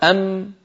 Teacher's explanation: فلما يقول الواحد منا أم يخرج الميم الساكنة بالتصادم بين الشفتين · Term: القرع